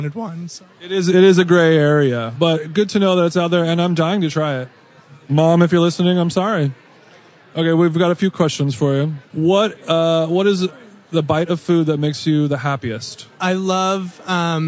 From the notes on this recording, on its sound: Live from the Food Book Fair. Went on location at the Food Book Fair in New York last weekend and conducted a series of mini quick style interviews.